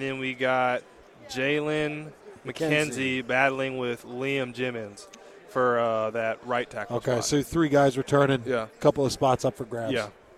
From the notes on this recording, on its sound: live from Pac-12 Media Day.